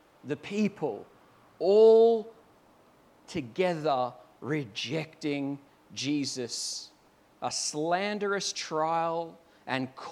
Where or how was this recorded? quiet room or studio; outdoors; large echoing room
large echoing room